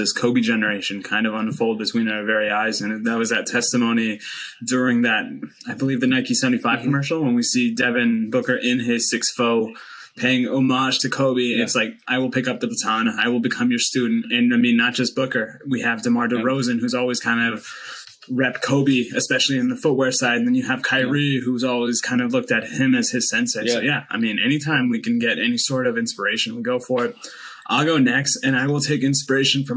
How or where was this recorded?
video call